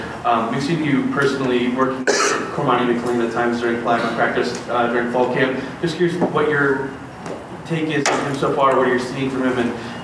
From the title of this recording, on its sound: CU Fall Sports Media Day Press Conferences